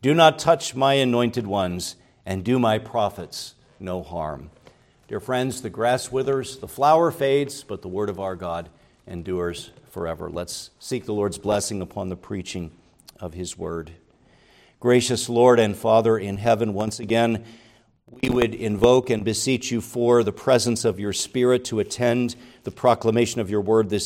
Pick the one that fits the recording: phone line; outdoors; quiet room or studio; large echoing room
large echoing room